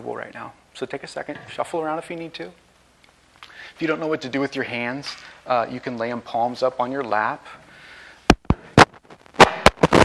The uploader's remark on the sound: This message was recorded on May 14, 2023, at View Ridge Middle School in Ridgefield, Wa.